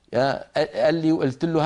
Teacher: قلب القاف همزة أيضا لا يصح كما يفعل أهل الشام